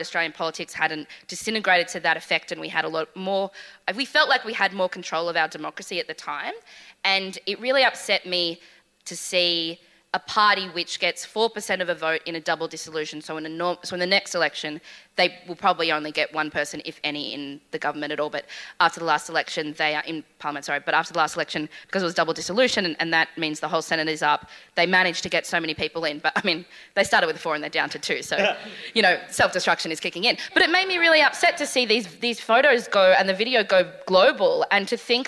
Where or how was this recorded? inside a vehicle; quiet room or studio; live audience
live audience